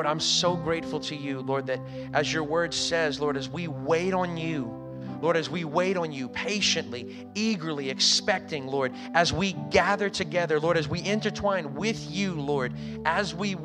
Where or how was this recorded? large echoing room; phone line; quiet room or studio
large echoing room